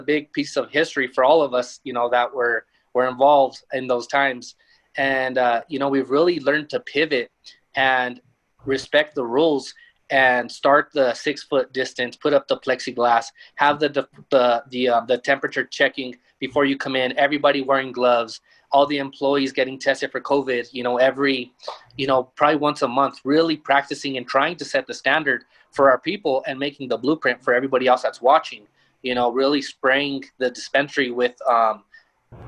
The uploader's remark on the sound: Leaf Talks: Sports, Meds & Money | Virtual Conference.